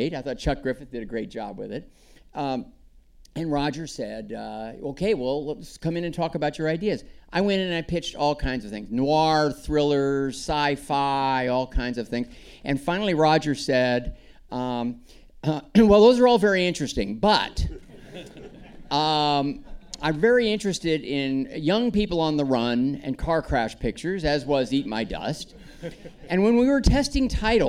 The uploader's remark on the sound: a panel of filmmakers at the Santa Monica Aero Theatre for Beyond Fest 2023